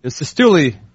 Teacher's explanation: You have the emphasis on the second syllable.